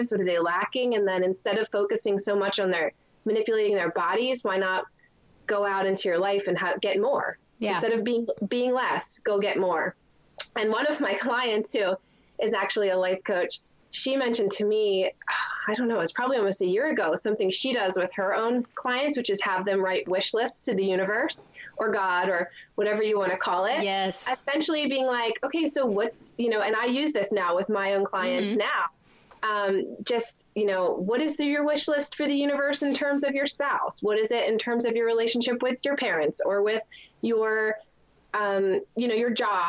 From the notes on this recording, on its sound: My *first ever* Skype video interview for the podcast.